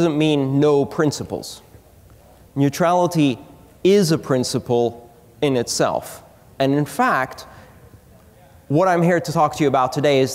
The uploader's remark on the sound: before a tiny audience at the Bitcoin 2013 conference